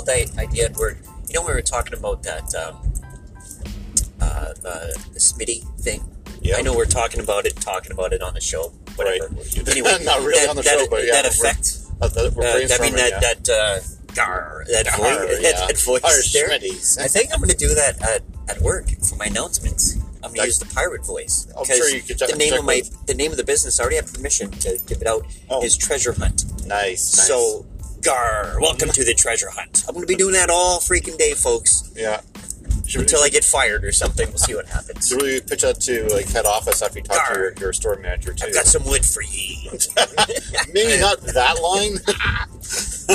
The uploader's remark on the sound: Car Pool Podcast edition. In this episode, we are driving in to work.